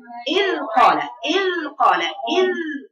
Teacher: مخرجه طرف لساني مع إيه؟ أطراف السنان العليا · Term: حرف الذال